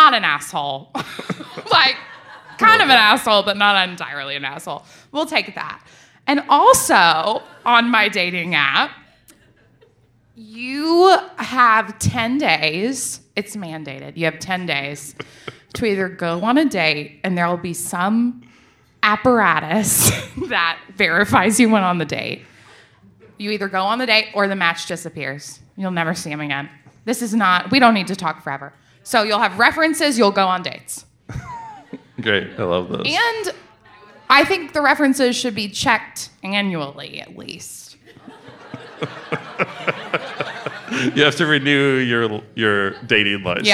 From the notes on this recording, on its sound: On our season finale we record our episode in front of a live audience. It was an amazing night.